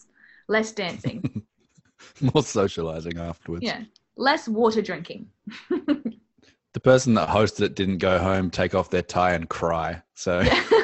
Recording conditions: video call